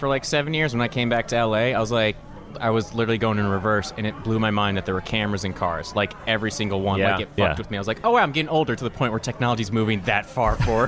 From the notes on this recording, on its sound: Recorded in the heart of downtown Austin during the ATX festival.